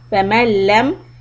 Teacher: So the lam shadda is idgham without any gunna. So don't read the noon.